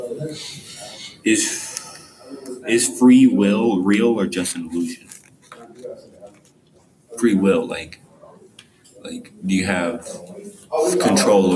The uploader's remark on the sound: The audio is not the best we tried though.